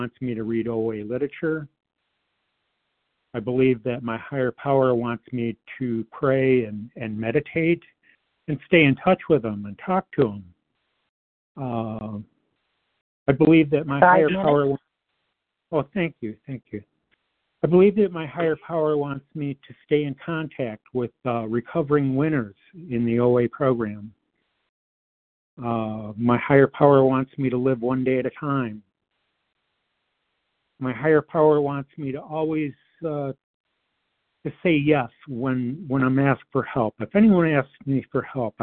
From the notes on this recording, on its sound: 100 Pounders Phone Meeting.